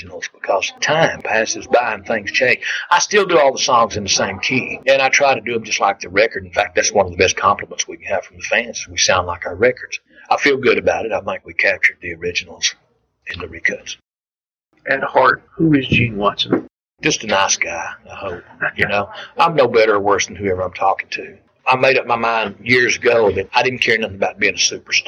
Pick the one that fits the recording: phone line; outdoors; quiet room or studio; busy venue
busy venue